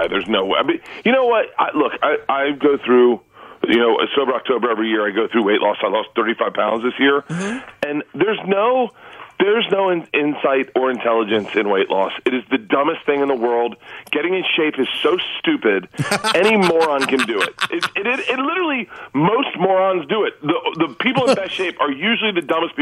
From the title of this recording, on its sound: on the Phone!